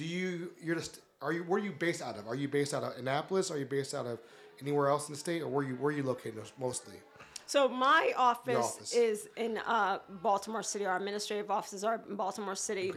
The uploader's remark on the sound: NoPixAfterDark Live at SINE DIE 2023. NoPixAfterDark was invited by the Bellamy Genn Group to set up shop and do live interviews during their annual SINE DIE Celebration.